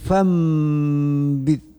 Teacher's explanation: Fambiz, di sini nun mati bertemu ba, nun mati bertemu dengan ba, yaitu dengan iqallab, yaitu membalikkan nun ke huruf mim lafat. Nun mati menjadi mim mati. Fanbiz menjadi fambiz iqallab.